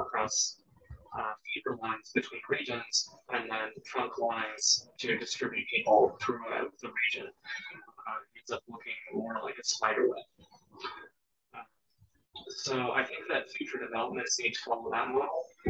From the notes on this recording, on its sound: we were having audio issues during this recording